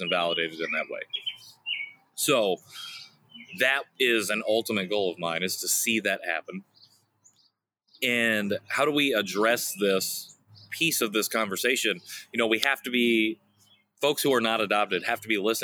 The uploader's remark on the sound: The Backyard Series. Kicks off June with a brand new series in his backyard! It IS the first time he's recorded outside (the first of many, maybe?).